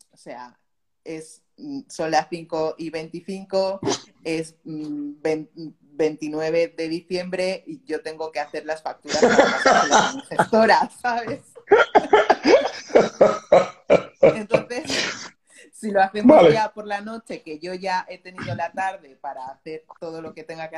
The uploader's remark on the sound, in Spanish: Este episodio es la grabación de un directo en Instagram